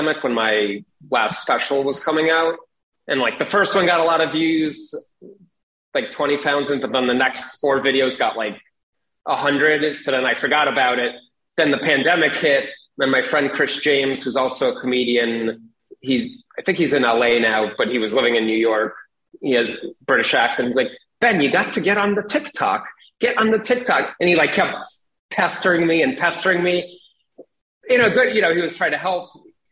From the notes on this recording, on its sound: Joined me over Zoom.